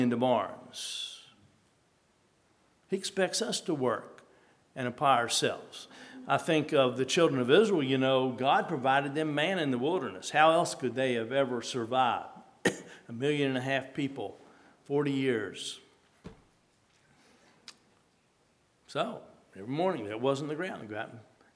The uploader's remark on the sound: At Hephzibah Mennonite Church on April 23, 2023.